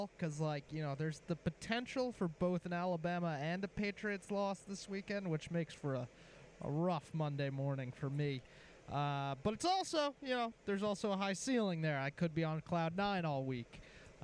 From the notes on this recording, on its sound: LIVE from the campus of Vigor High School!